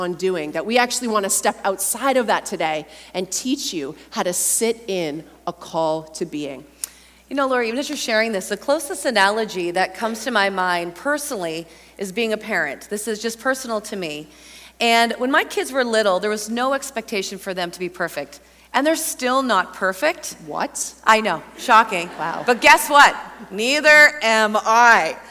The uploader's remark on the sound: a Mini-Workshop from Heart Conference 2023